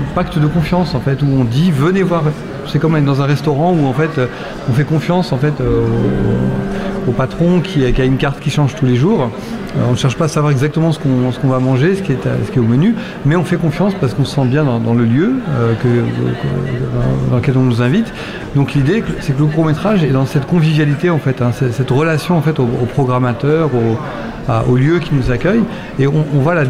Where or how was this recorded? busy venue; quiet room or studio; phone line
busy venue